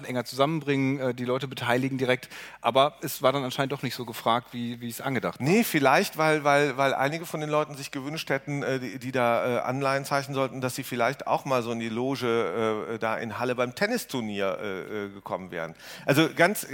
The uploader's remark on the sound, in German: senden live von der VISION.A-Bühne in Berlin